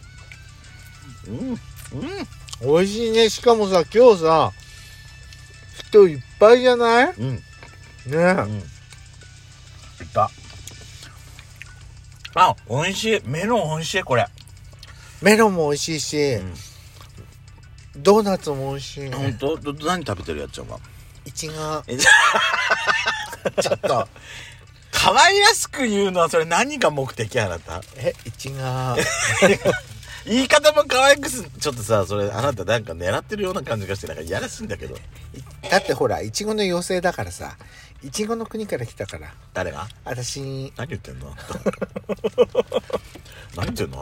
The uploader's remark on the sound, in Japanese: パーキング収録